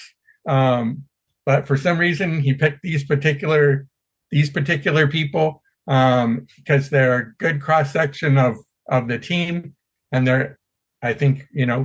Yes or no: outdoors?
no